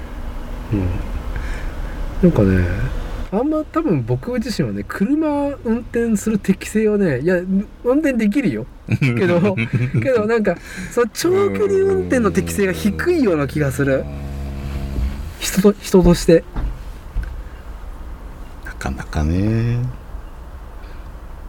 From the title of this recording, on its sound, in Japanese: 屋外収録